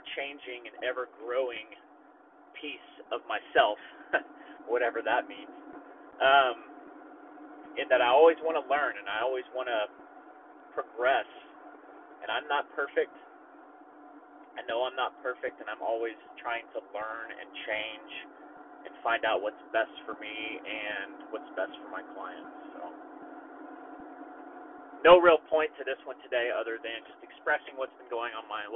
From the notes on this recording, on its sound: It was an off the cuff recording that happened in my truck, so I'll have to apologize for the audio in advance.